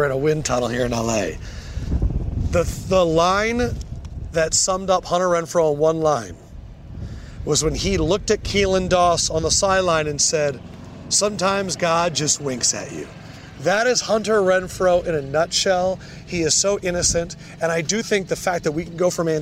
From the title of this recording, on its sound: LIVE at Rams Camp